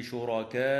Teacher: وتمد الألف من كلمة شركاء من قبيل المد المتصل